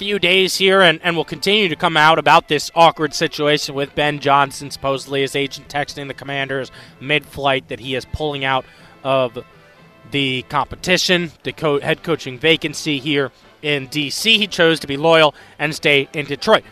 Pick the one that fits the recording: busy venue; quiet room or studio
busy venue